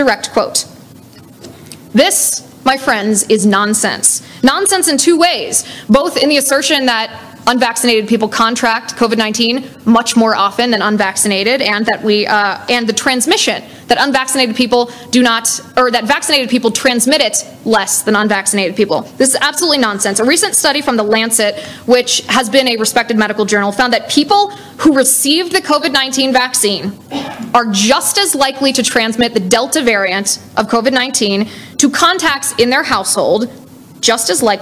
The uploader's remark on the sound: LIVE at Rocky Mountain College